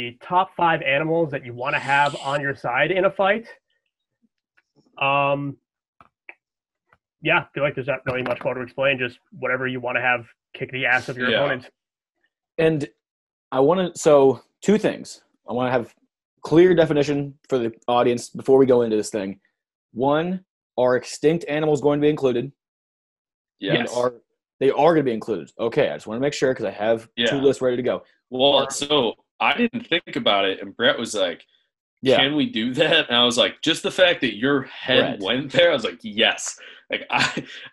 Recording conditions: video call